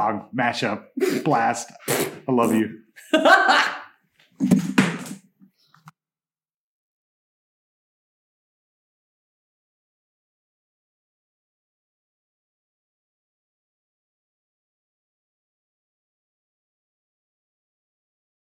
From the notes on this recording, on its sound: recorded from an ACTUAL theater space in Hollywood (forgive the poor audio quality)